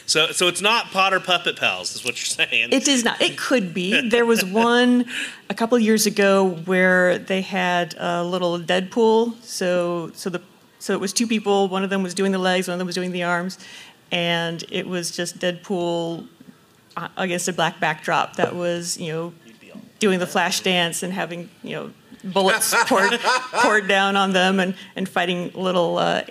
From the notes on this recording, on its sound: Join us as we take you on a journey through the electrifying atmosphere of Dragon Con in Atlanta, GA. This wasn't just a podcast recording; it was an interactive spectacle that had the audience on the edge of their seats! This live show at Dragon Con.